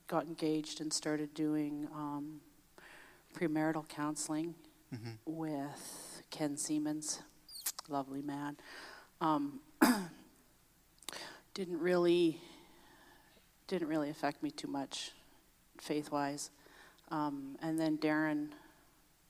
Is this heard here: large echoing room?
yes